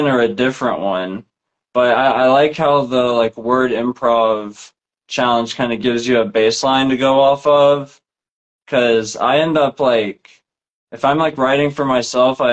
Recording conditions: video call